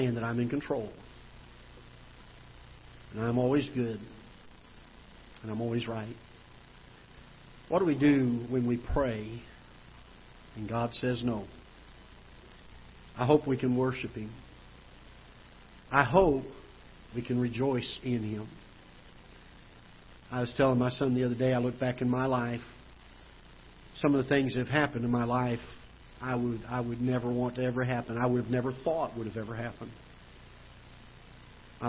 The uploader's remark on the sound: Ketha Heights Baptist Church ~ Live Broadcast